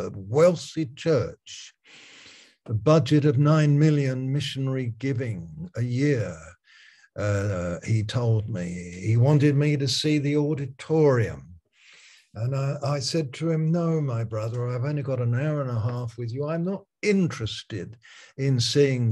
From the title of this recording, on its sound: Malaysia Meets (Zoom)